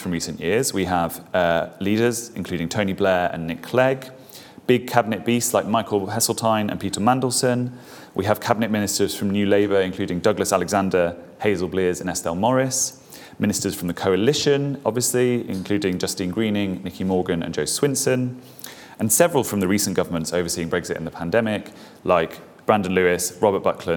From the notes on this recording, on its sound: This event was part of the IfG's Ministers Reflect one-day conference.